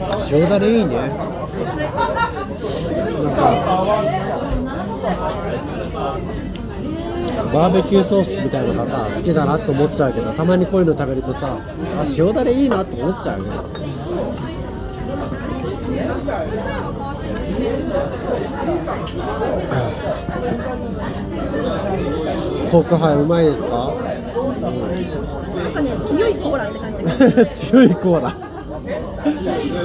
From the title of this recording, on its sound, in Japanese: ノイズ注意